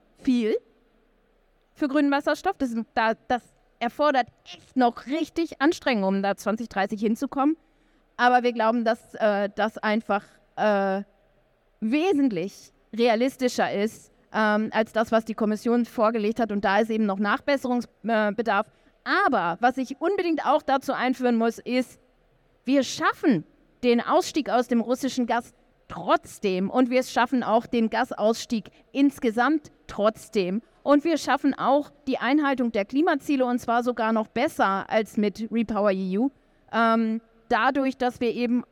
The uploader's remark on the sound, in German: Auf der Bühne bei der E-World. Danke an euch Alle, die mit uns auf der E-World live dabei wart.